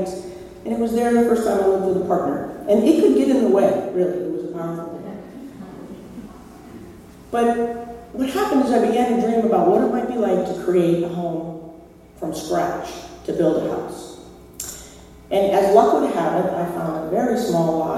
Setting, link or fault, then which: setting, live audience